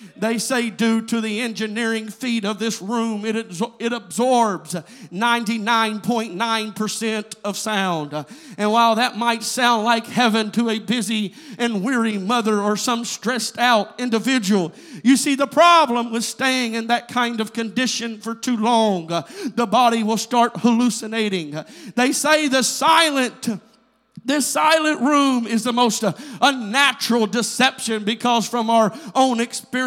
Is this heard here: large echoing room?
yes